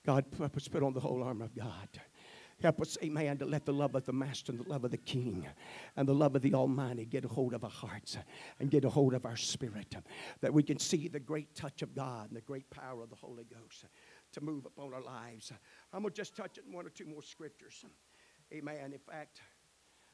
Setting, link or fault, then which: setting, large echoing room